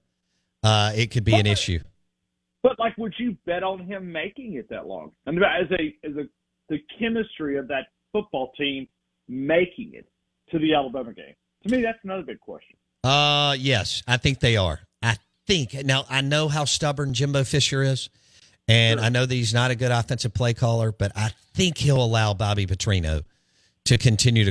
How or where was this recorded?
phone line